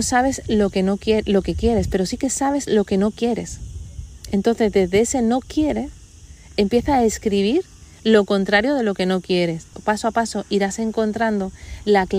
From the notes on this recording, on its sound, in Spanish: Está grabado en un sitio muy especial para mi, al aire libre, así que te pido de antemano disculpas por el ruido de fondo.